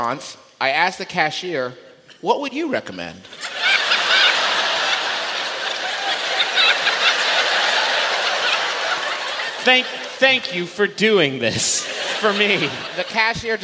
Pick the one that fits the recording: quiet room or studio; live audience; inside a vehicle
live audience